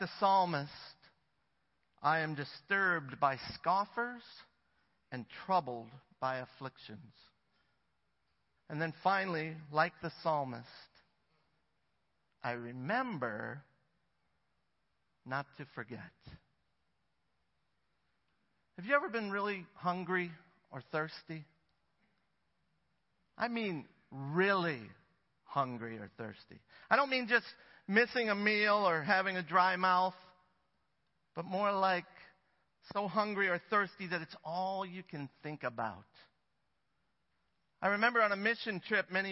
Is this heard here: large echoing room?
yes